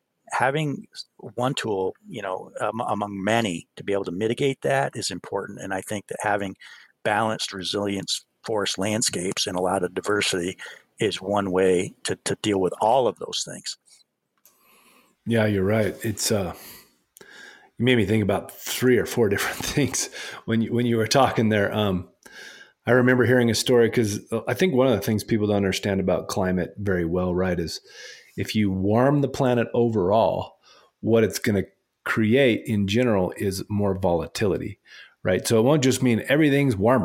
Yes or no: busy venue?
no